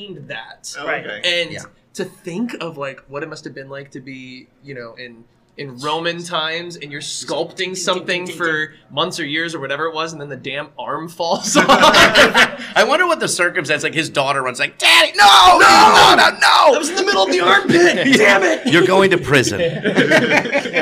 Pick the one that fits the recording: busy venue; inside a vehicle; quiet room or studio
busy venue